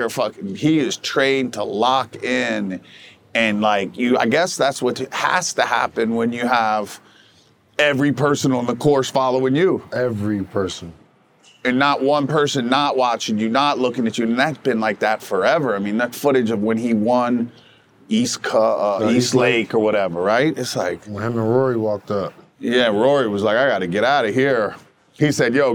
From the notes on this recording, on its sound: Shot on location at Top Golf Las Vegas.